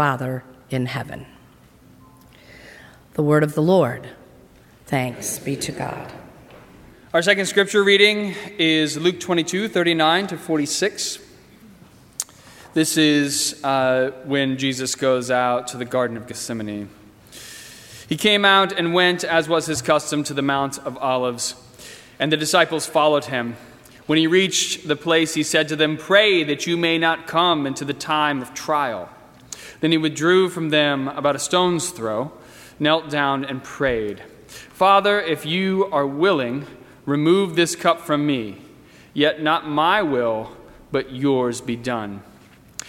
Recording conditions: large echoing room